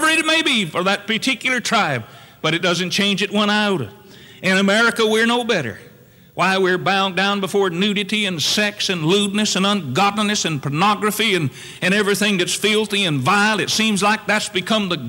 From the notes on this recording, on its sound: Originally preached on July 7, 1974 at Northside Baptist Church.